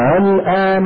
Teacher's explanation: فإذا أردت أن أسهلها أنطقها بين الهمزة المحققة وبين الألف، بين الألف هو النطق بالهمزة المسهلة بين الهمزة المحققة وبين حرف المد المجانس لحركتها. · Term: التسهيل